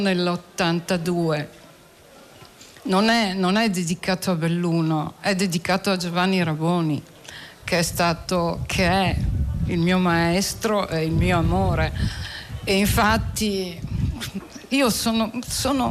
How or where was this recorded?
outdoors